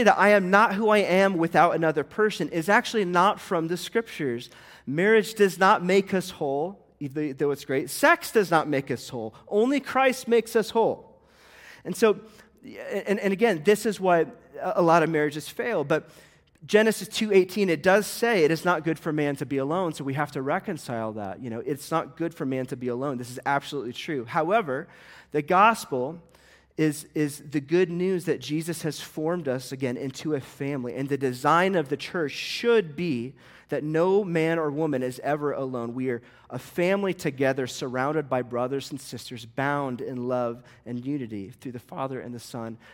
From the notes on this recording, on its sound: This sermon was recorded at a Sunday morning gathering at Church of the Lookout in Longmont, Colorado.